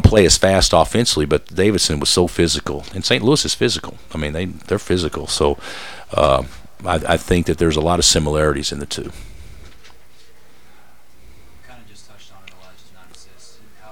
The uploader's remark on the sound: Press Conferences & Post-Game Interviews